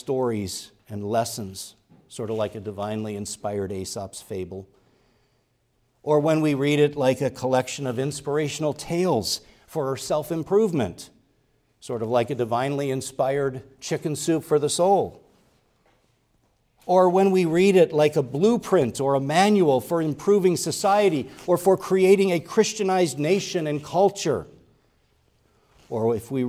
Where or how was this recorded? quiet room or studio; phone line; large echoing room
large echoing room